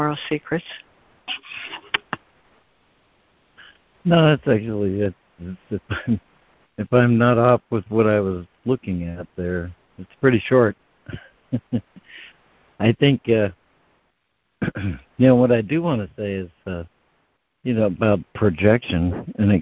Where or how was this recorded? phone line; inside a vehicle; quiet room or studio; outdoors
phone line